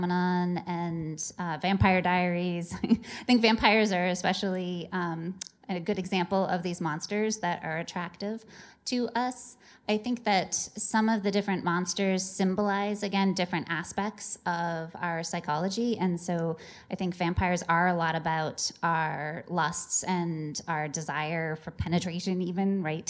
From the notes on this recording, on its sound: field questions aplenty from the sold out crowd at the MIT Museum